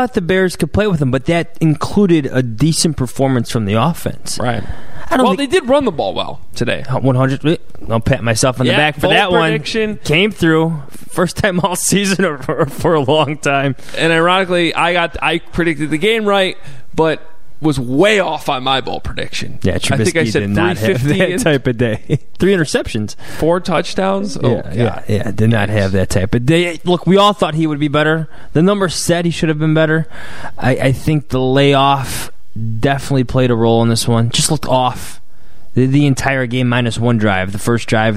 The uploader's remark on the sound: live from Soldier Field